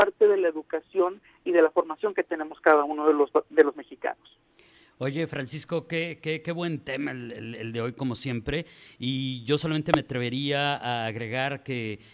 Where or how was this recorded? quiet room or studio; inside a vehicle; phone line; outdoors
phone line